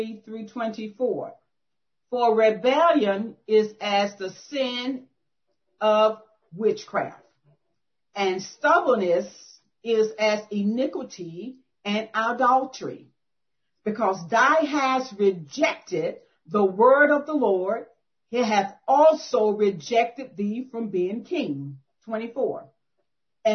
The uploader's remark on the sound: 2021 September Zoom Meeting.